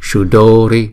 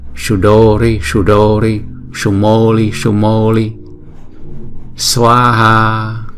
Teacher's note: Thì chữ S mà có dấu sắc ở trên này, chúng ta ển cong cái lưỡi lên cái vòm trên và phát ra âm thanh sha sha. Sudori, chữ đô và chữ mô là chúng ta phải đọc 2 nhịp